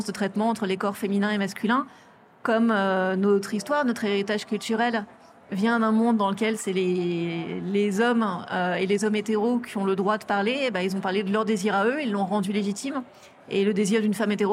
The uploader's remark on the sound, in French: série spéciale enregistrée au Salon International de la Lingerie